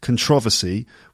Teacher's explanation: So controversial, and the noun is traditionally in British English, it's supposed to be controversy with the stress on the second syllable